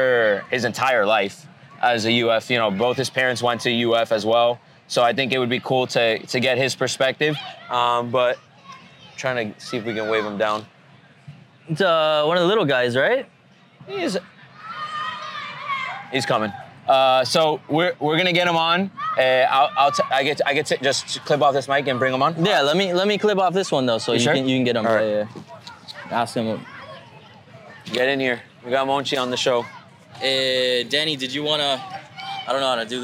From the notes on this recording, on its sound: Takes on the Swamp for its first ever LIVE experience capturing Gator Growl in Gainesville, FL. Sit live in the middle of the Gator Growl Tailgate Experience.